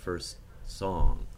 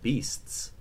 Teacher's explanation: the ST explodes straight into the S of the plural · Shown in: second take · whereas when there's a word boundary, we don't release that yeah. · Term: swing chop